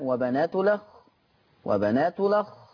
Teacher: هيبتدي ينقل فتحة الهمزة إلى اللام · Term: النقل